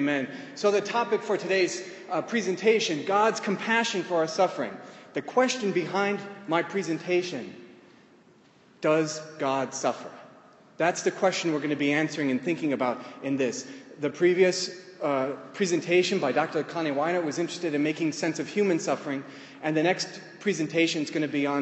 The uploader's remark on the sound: In the course of the talk, I lead the audience